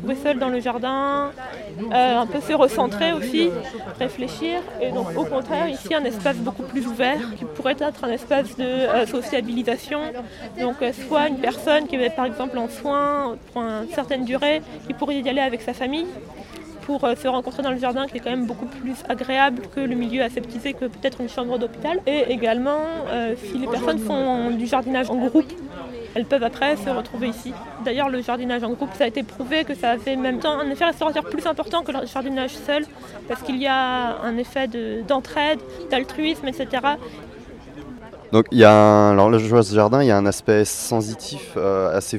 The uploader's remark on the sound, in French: Visite d'un jardin thérapeutique. C'est au coeur de cette installation que je l'interroge. Cet épisode a été enregistré au cours du salon Jardins, Jardin, organisé chaque année le premier weekend de juin.